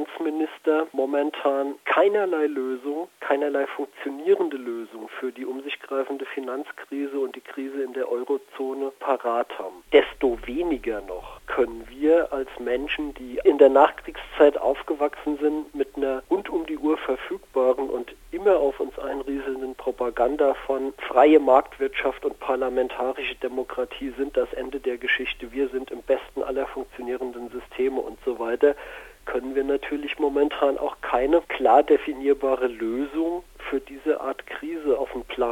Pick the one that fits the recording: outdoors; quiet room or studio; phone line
phone line